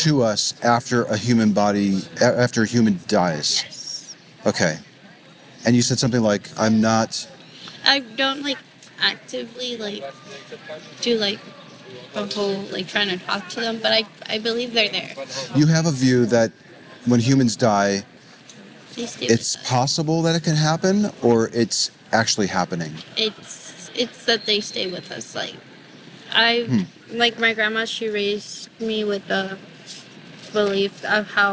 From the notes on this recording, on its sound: Location: San Antonio, Texas. Recorded w/Go-Pro.